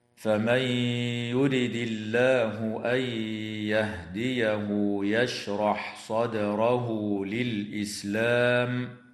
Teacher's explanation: النون الساكنة في قوله تعالى فمن يرد، حكمها الإدغام مع الغنة في الياء بعدها. وكذلك النون الساكنة في قوله تعالى أن يهديه تدغم في الياء أيضا مع الغنة · وكذلك النون الساكنة في قوله تعالى أن يهديه تدغم في الياء أيضا مع الغنة. واللام في اسم الله هنا وقعت بعد كسرة فحكمها الترقيق